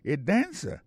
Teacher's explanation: il prononce avec un ton surprise